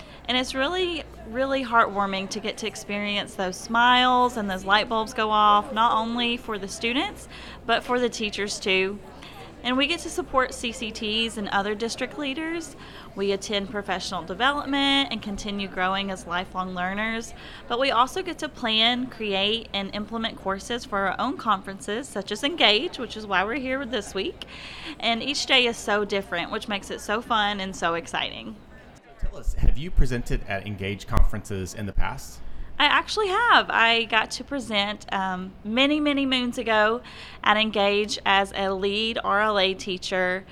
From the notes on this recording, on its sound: This 5th and final Season 2 Episode was recorded live from The ENGAGE22 Conference.